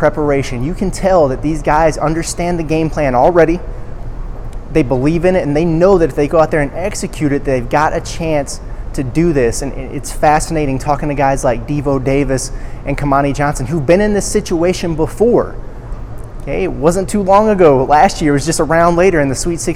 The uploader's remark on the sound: from Wells Fargo Arena in Des Moines for a live preview